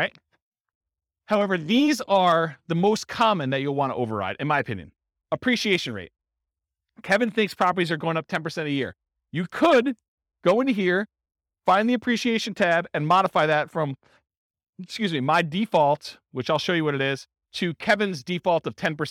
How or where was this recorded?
live audience